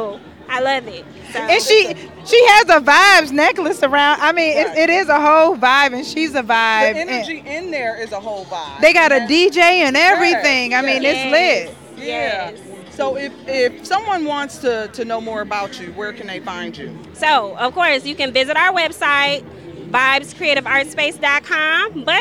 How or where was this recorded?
outdoors